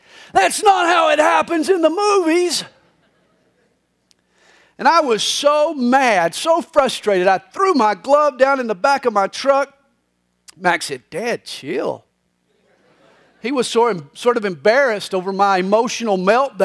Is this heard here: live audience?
yes